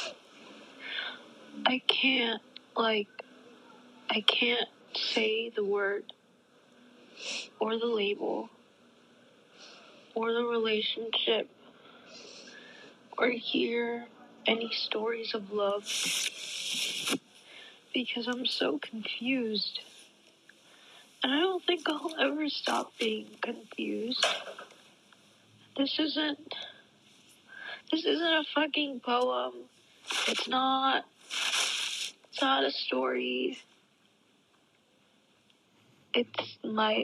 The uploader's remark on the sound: this was a snippet of a voice memo I recorded while I was crying